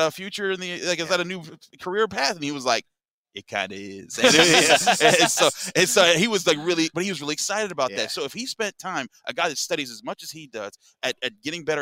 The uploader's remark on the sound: LIVE from the NFL Combine